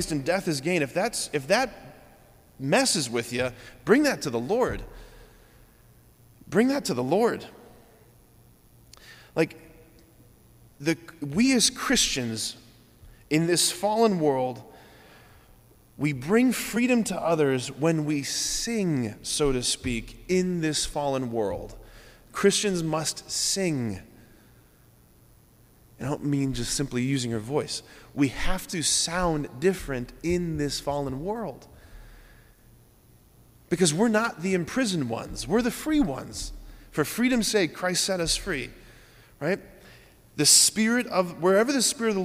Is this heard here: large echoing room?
yes